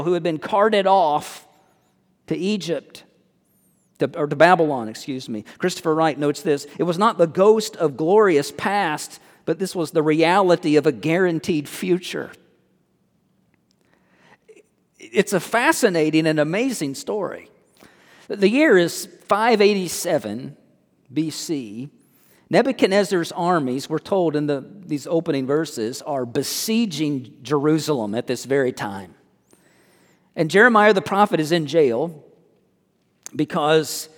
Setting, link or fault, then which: setting, large echoing room